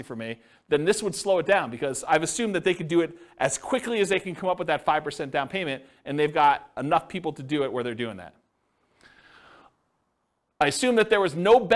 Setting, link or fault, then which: setting, live audience